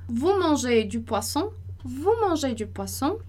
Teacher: E entonação, né? Lá pra cima.